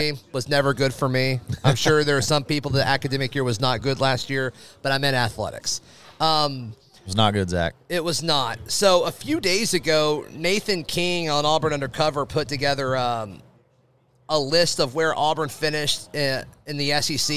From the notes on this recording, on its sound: Broadcast live from Baumhower's Victory Grill in Auburn.